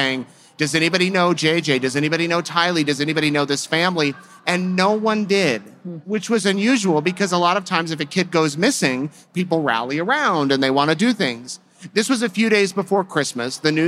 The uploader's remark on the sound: This live episode was recorded at CrimeCon in Las Vegas in April 2022.